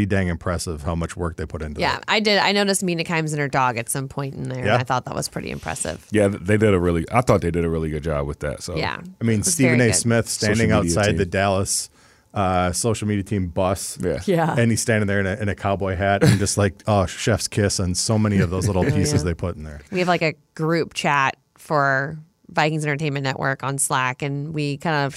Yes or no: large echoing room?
no